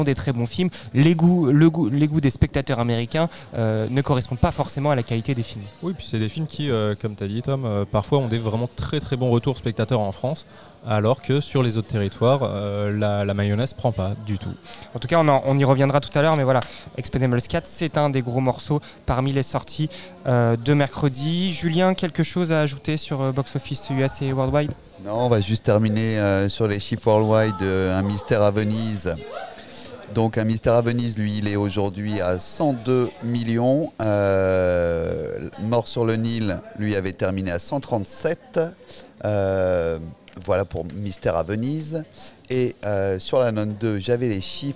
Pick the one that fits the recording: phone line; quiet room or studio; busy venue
busy venue